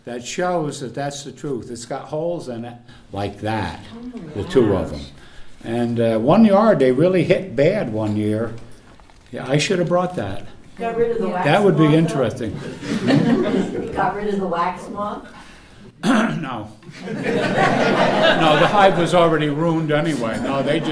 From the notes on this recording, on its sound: This is the question and answer portion of a 2 part recording at the Agroforestry Center in Acra, NY.